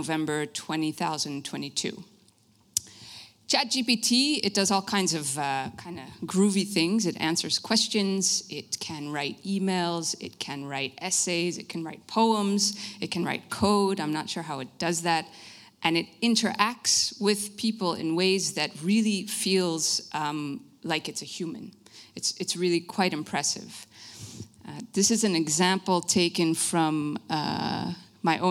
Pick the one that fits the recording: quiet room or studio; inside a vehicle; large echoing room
large echoing room